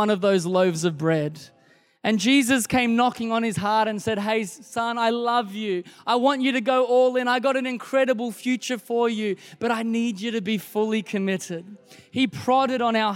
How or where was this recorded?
large echoing room